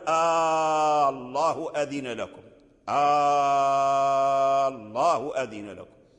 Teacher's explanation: فهذه همزة الوصل أبدلت ألفا ومدا طويل